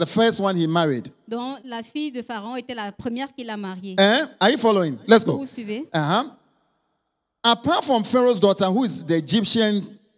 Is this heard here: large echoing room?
yes